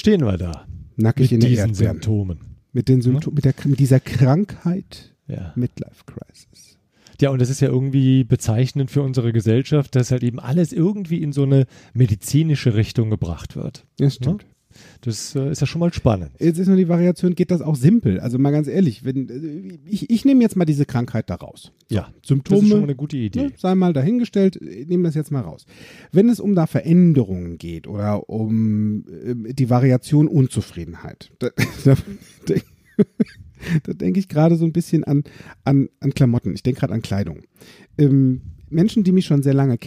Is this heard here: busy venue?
no